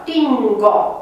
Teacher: Dacă spunem TINGO, iată acea nazală, N, nu este nici labială, ca N, nu este nici dentală, ca N, ci este o nazală velară